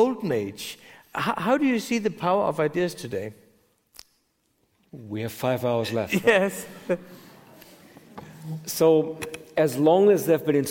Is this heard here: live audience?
yes